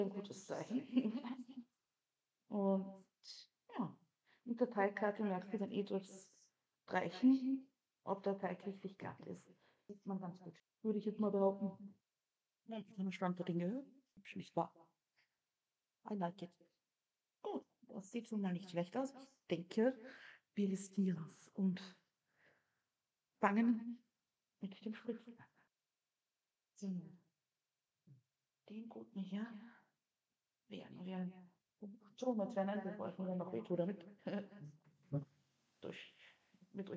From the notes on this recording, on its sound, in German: Wir entschuldigen uns für die Qualität der Aufnahme.